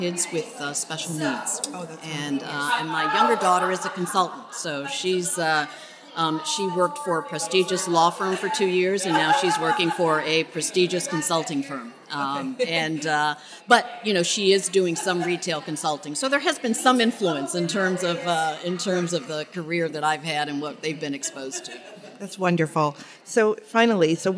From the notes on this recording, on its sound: This episode was recorded at the 2023 Outstanding Mother Awards in New York City